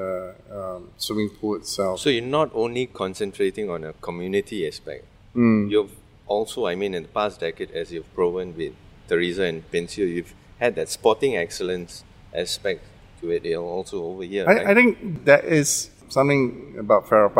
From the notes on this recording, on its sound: in this recording at Farrer Park itself